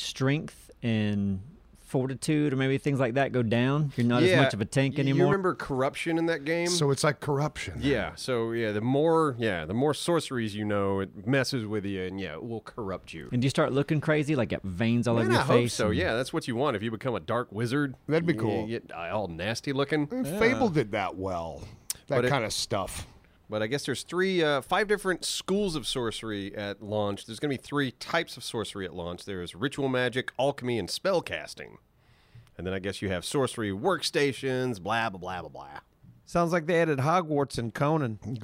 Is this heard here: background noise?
no